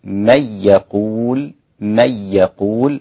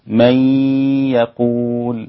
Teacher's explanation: طيب عندي من يقول، هنا إدغام مع الغنة لكل القراء، مين اللي خالف؟ أدغم بدون غنة الإمام خلف · Shown in: first take